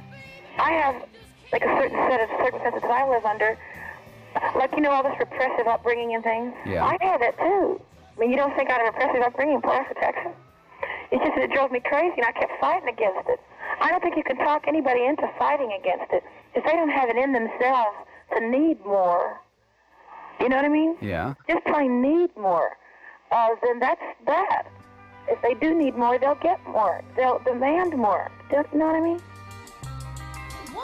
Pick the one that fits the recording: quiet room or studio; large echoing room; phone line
phone line